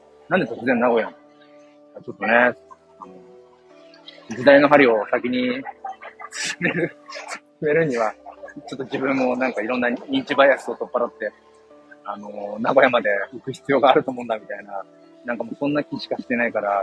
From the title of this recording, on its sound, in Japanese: 人生初の名古屋駅周辺を散策中。